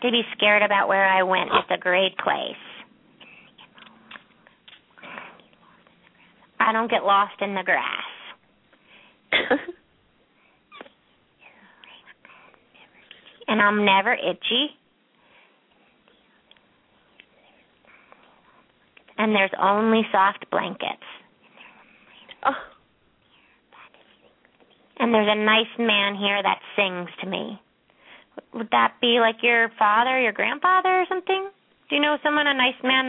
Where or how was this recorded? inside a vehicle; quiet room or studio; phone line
phone line